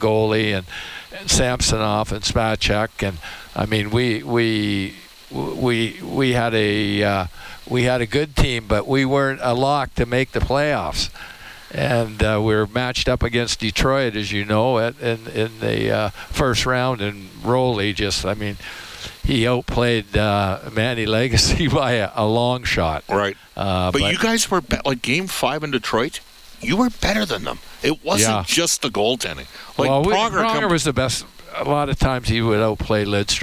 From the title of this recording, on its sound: Live from Rogers Place